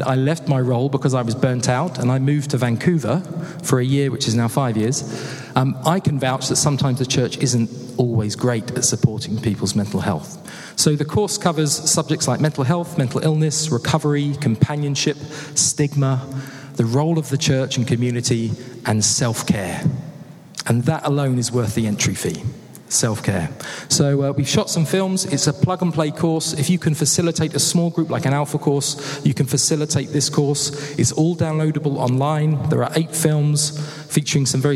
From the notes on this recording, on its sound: Interview from the Mind and Soul "Running On Empty" conference.